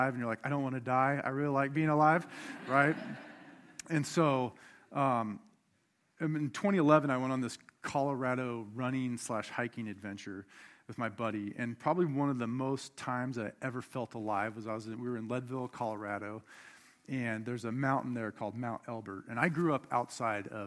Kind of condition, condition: setting, large echoing room